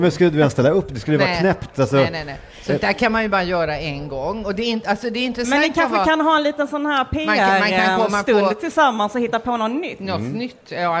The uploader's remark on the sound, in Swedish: Live från Almedalen.